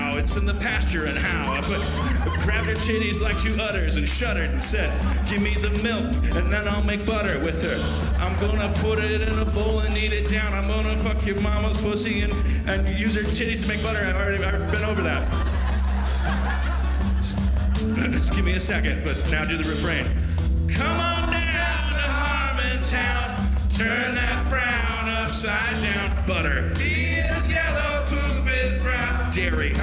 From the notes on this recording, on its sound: Harmoncountry: Madison, WI. The audience shouts weird things!